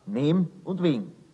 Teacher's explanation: neben und wegen geht ganz gesetzmäßig das zweite E verloren. Es heißt dann nehm und wegen.